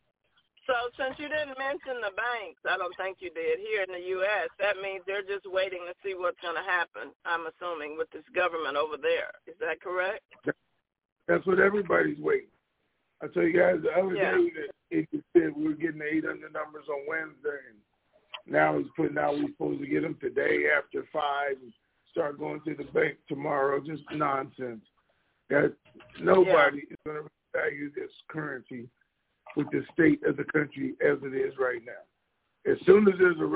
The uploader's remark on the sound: TNTSuperfantastic Conference Call